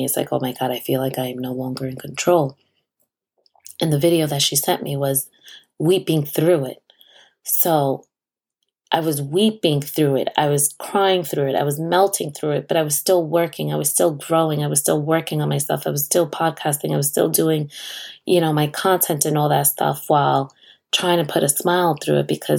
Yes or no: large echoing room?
no